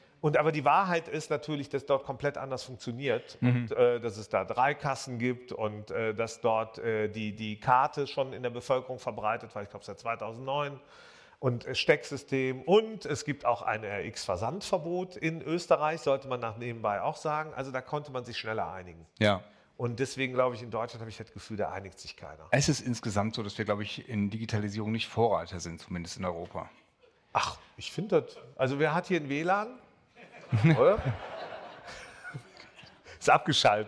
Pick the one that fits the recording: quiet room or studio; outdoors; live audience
live audience